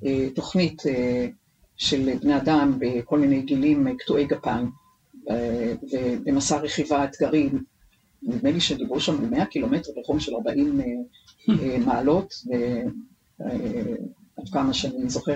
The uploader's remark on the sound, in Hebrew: עקב תקלה טכנית, הסאונד מתחת לסטנדרט של הקלטות קודמות.